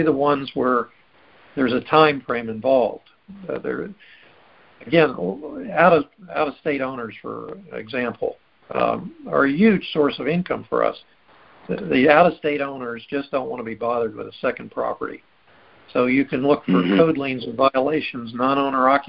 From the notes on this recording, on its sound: Recording posted: Our group call